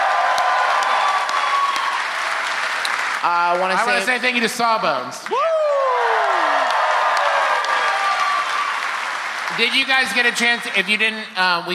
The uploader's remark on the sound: Here's a live performance from The Lincoln Theatre, in beautiful, humid Washington D.C.! A perplexing audience question.